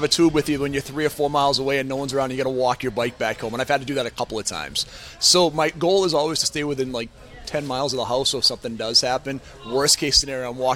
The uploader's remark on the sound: chat at The Muffin House in Islington.